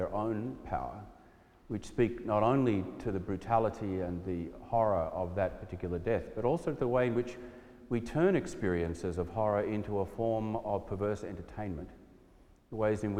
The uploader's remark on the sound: preached at our celebration of the Holy Eucharist on the Fourth Sunday after the Epiphany